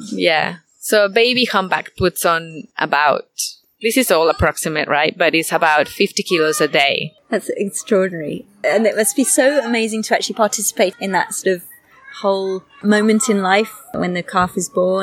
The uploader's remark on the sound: Now what makes this episode even more special is that it was recorded outside in real life with one of the most inspiring people I've had the chance to meet.